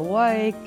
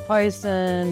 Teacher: that interesting quintessential Brooklyn sound of what is called the curl coil merger